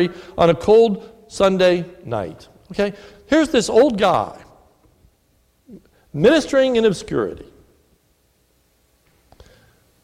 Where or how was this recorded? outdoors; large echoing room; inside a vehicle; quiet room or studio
large echoing room